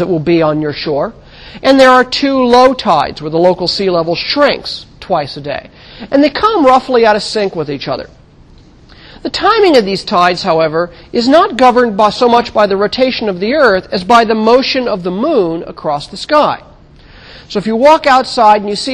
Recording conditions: large echoing room